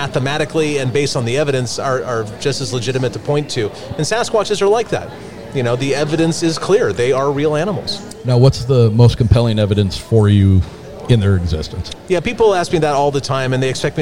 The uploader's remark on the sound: Michigan Bigfoot Conference. At a recent Bigfoot conference and do a lightning round between visitor to our vendors booths.